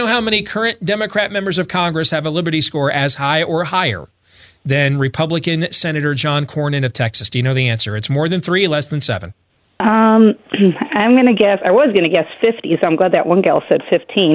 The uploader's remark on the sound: opens the phone lines